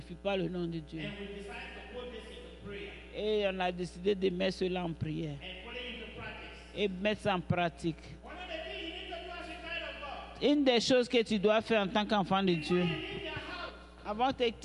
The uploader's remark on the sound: Praise and Worship Service